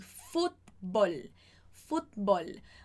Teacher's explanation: Você quase não escuta o T